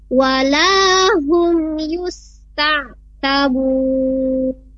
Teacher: langsung huruf ya, karena hukumnya di sini izhar jelas ya